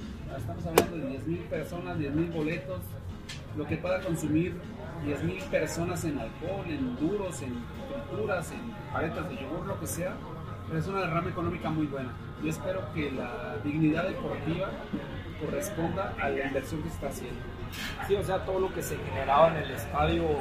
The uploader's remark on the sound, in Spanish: grabado en Alas Brasas Irapuato, el mejor bar de alitas de la ciudad